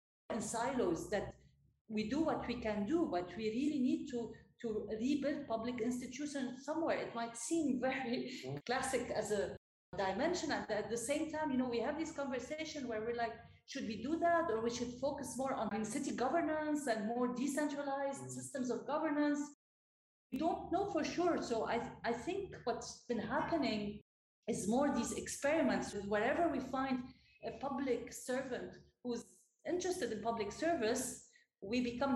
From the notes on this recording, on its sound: We apologize for the lowered sound quality in this episode.